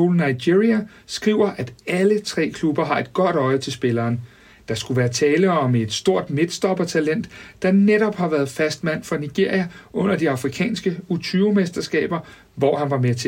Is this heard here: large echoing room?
no